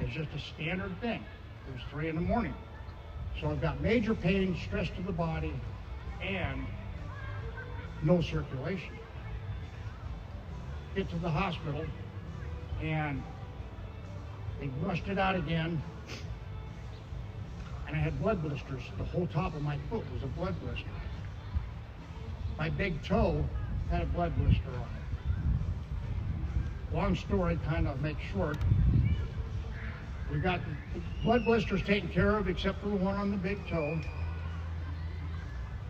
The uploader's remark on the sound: Friday Night Live barbecue. AA Park Speakers.